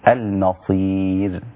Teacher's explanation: المصير والراء رقيقة في نهاية الآية